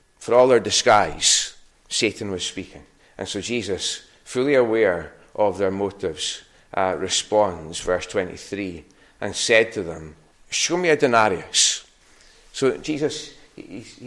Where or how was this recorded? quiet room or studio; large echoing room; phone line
large echoing room